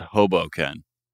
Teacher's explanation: a three-syllable word that has the stress on the first syllable. All up front.